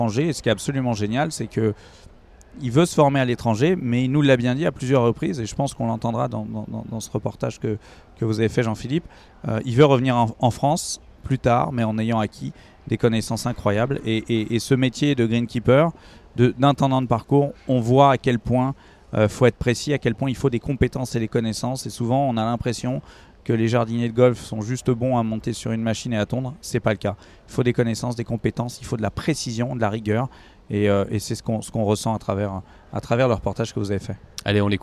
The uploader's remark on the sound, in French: On vous propose un podcast en direct d'Oak Hill.